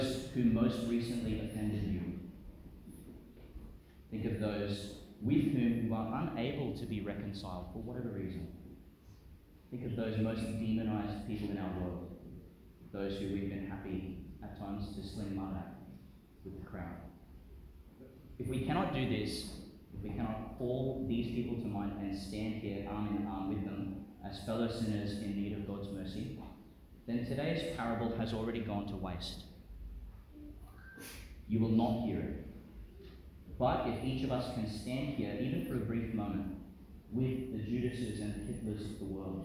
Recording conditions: large echoing room